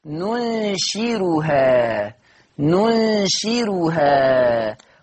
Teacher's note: قرأ ورش بالراء المهملة مع ترقيقها، مع ترقيق الراء